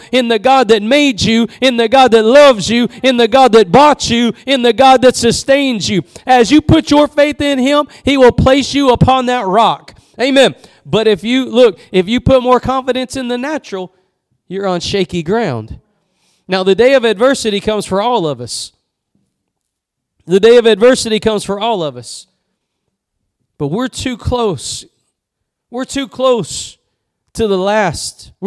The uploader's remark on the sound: Preached at Gospel Lighthouse in Bossier City, La.